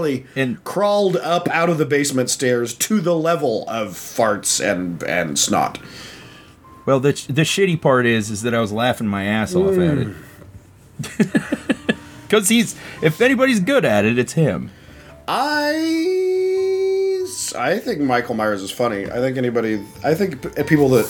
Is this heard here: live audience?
no